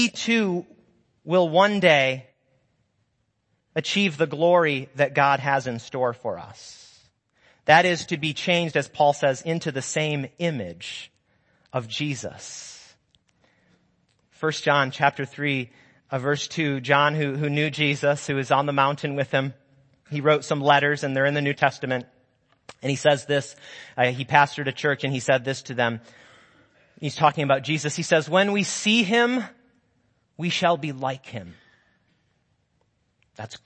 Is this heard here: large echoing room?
yes